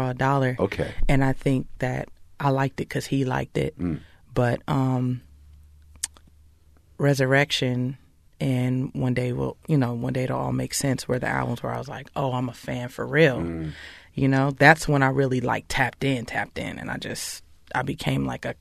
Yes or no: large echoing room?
no